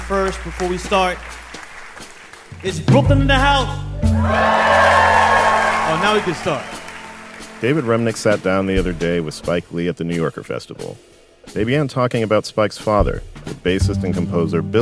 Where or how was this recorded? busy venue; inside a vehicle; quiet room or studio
busy venue